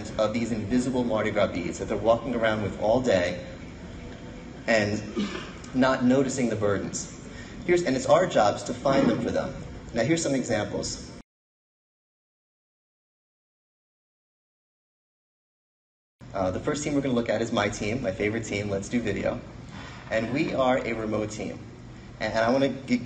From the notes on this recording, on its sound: we presented a keynote at the AVI Live event in Minneapolis, sponsored by AVI Systems.